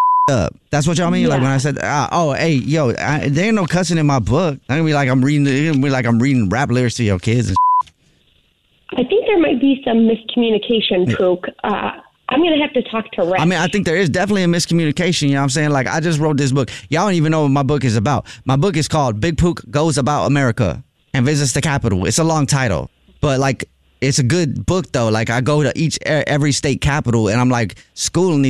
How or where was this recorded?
phone line